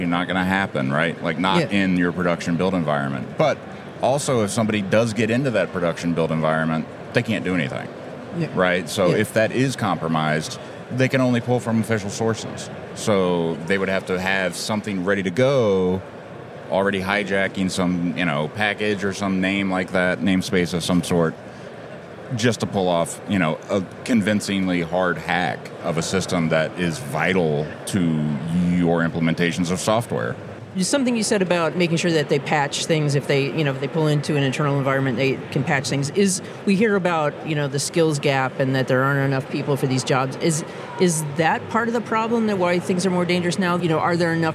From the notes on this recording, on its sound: On the Road episode of The New Stack Makers podcast. Was recorded at KubeCon + CloudNativeCon North America here in the Motor City.